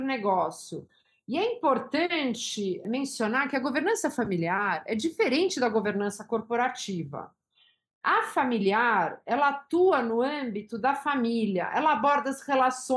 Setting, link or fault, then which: link, video call